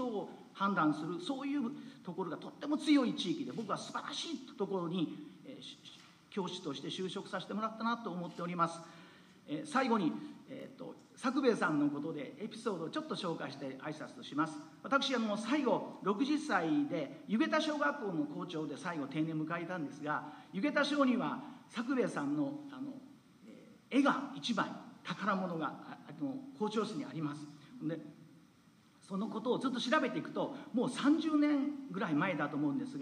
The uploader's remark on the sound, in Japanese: 田川市美術館で開催された山本作兵衛さんのドキュメンタリー映画【作兵衛さんと日本を掘る】の上映&トークイベントの模様をじっくりお届けします。